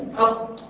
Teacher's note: أنا بقفل أهو في أقصى لسان · Term: مخرج محقق